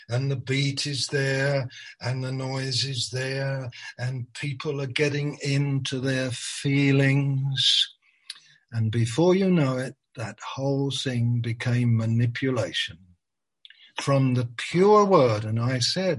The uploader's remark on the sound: Malaysia Meets (Zoom)